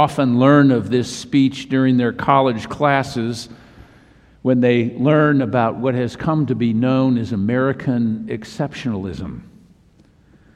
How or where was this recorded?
large echoing room